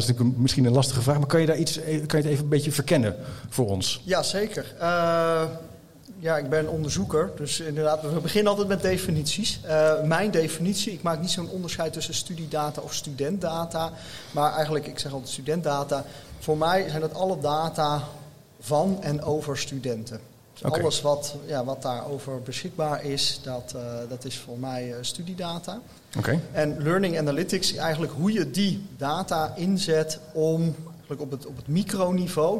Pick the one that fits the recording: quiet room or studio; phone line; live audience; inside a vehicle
live audience